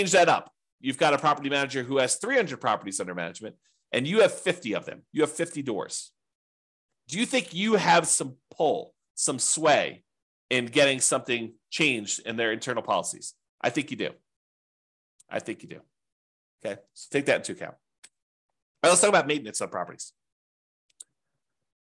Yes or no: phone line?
no